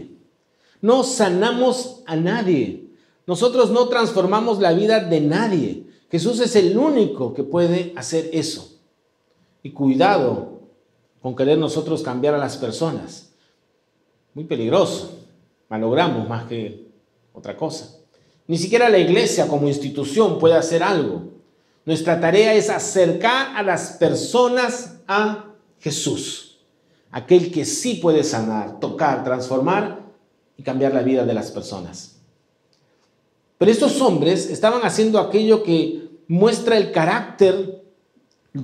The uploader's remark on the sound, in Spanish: Presentado en vivo. Saenz Peña 107 Barranco.